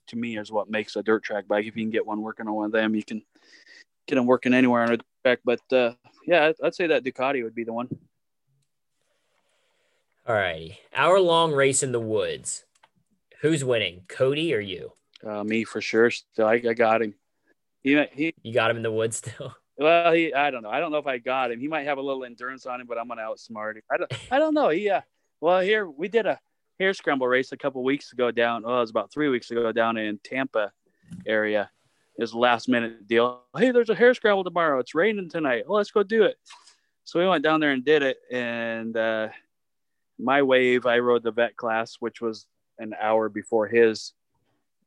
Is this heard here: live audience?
no